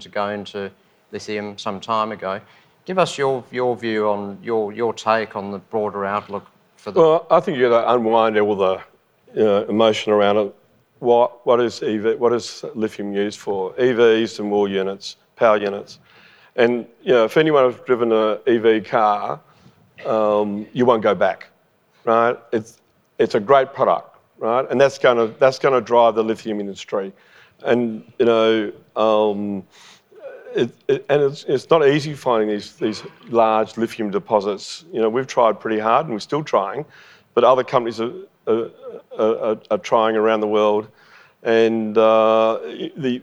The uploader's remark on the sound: LIVE recording on the Gold Coast. This is a live recording from the main stage of Resources Rising Stars conference on the Gold Coast.